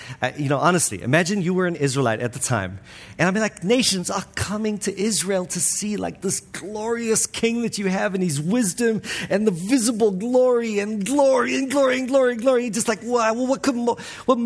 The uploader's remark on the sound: This week's episode is from the 2023 Pactum Conference, All Things New .